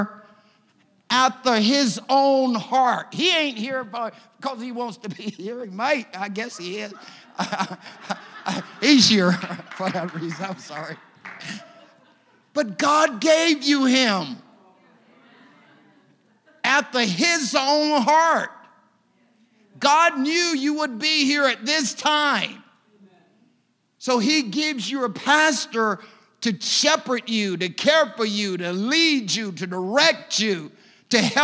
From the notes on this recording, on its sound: a service recording from Connect Point UPC